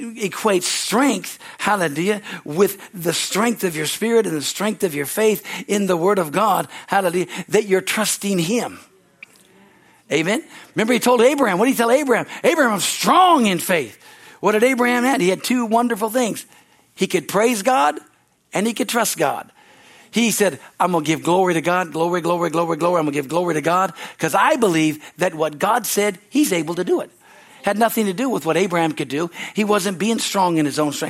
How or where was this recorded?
large echoing room